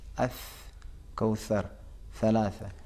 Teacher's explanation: کتنی آسانی ہے کہ انسان اپنی زبان کو تھوڑی سی باہر لا کے پھونک مارے